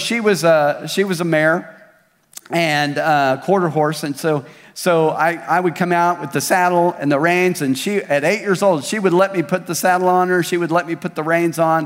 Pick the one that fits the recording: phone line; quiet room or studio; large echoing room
large echoing room